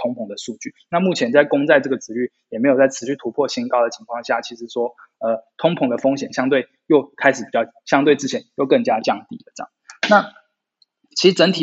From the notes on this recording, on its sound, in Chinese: 本集節目採用 Zencastr 遠端錄音，非專業設備，錄音品質欠佳敬請見諒！